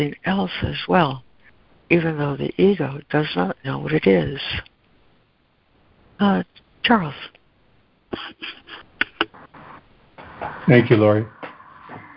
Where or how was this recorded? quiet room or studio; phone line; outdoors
phone line